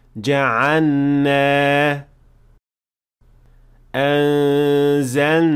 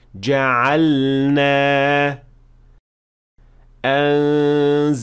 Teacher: And this happens because the lam and noon are pronounced from two spots that are very close to each other. But you should definitely pronounce the lam clearly and with izhar before moving on to the noon. · Shown in: second take